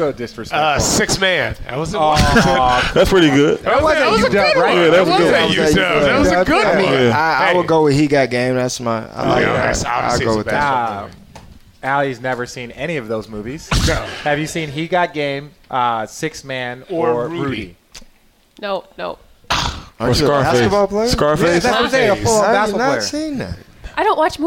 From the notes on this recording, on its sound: this special recording w/ Homage at their location